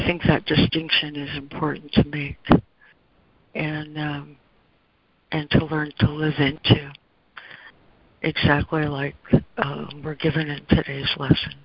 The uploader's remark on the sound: ACIM Daily Conference Call